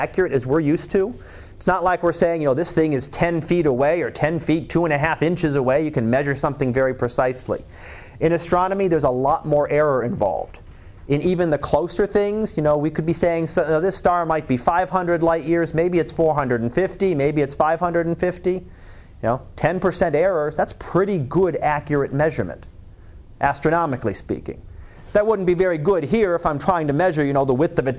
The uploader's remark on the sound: Live Class Lecture